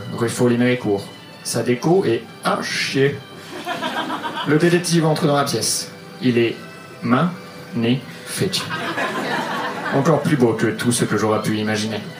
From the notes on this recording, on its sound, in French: Enregistré en direct et en public au One More Joke le 24/01/2019.